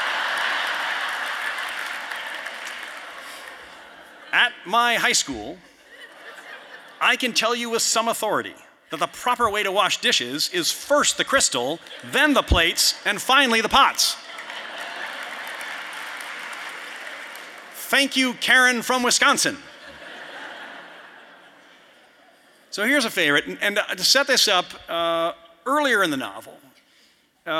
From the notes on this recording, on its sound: you’ll hear the audience react to some visuals